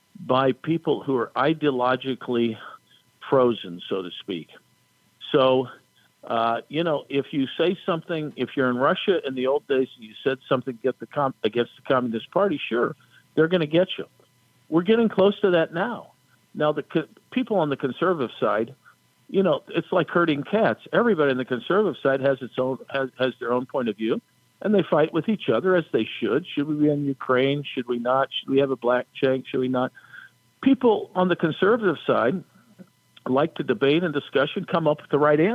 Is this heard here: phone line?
yes